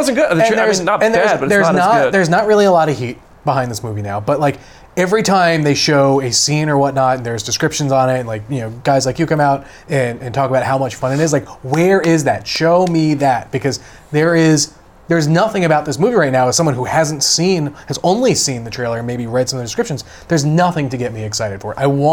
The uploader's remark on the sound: Live from San Diego Comic-Con for a Day 1 recap!